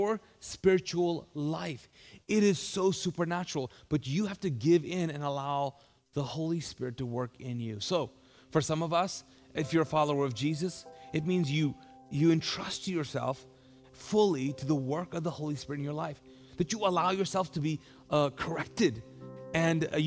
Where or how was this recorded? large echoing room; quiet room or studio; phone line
large echoing room